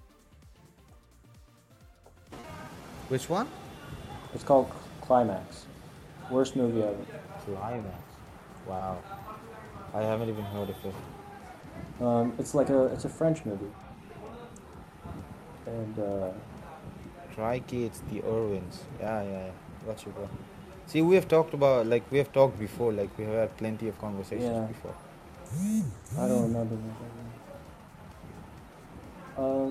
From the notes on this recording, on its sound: Sorry for the crappy background music and the cock in the back.